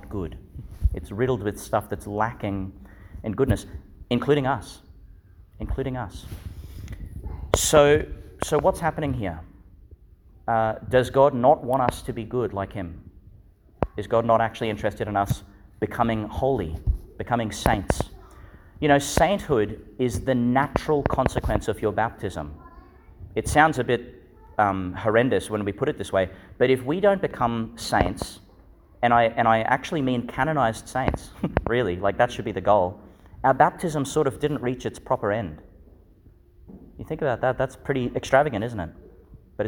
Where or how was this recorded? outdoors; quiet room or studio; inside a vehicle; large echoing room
large echoing room